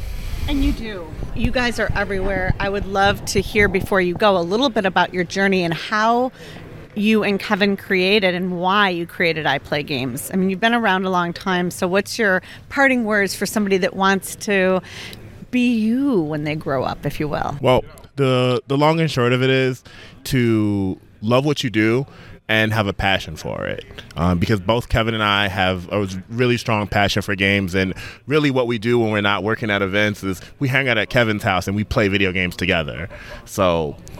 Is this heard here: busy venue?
yes